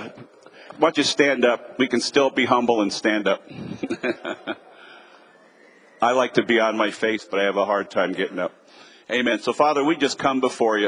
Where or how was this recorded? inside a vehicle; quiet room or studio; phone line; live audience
live audience